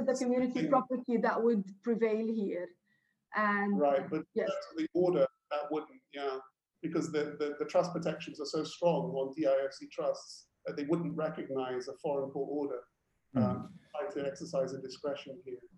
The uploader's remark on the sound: Webinar audio recording dated 20 May 2020.